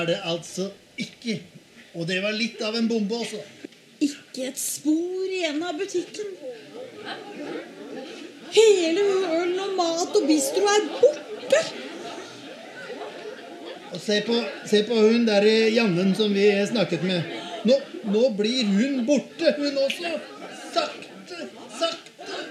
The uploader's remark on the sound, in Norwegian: Spilt inn under festivalen Sånafest, direkte foran publikum.